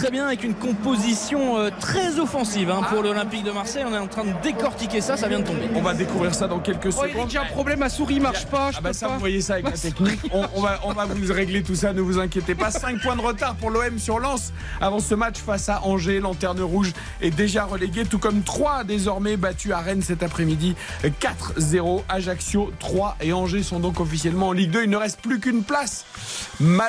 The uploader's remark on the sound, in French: en direct du stade Vélodrome